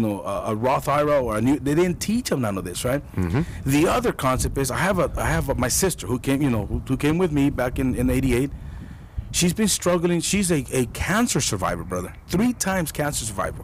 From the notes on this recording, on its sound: Sorry about the wind we recorded outside at Kennedy Park Tucson AZ.